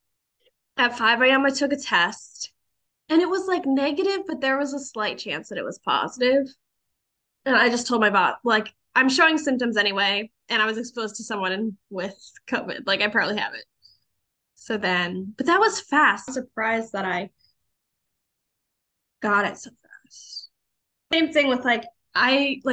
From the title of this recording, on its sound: The Zoomed Pod